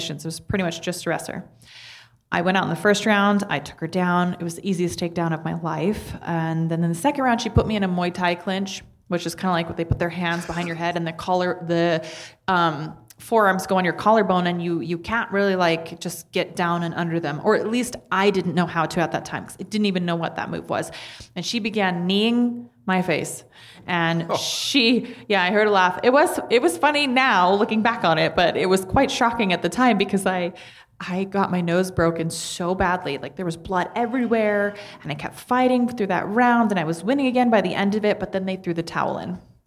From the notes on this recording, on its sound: Joins the Sports Business Radio Road Show presented by Boingo wireless from the Boingo Innovation Center in Las Vegas. This conversation was recorded in front of a studio audience.